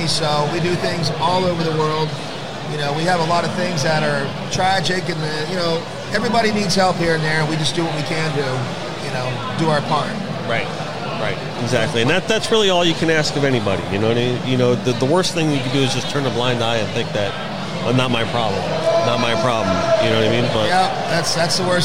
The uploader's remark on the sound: Join us for this very special LIVE edition of The Connected By Water Podcast. We were able to sit down at the after party of the world's greatest billfish tournament, the Jimmy Johnson Quest for the Ring! Filmed and recorded at the Seminole Hard Rock Hotel and Casino's beautiful and famous new guitar hotel.